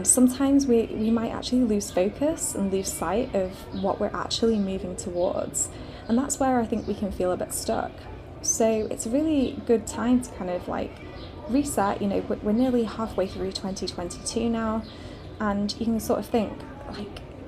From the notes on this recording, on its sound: Hello from Rhodes, Greece! I'm recording this today from our lovely hotel balcony and it is very warm. I can see the gorgeous blue sea and overlook a lovely inviting pool to take a dip!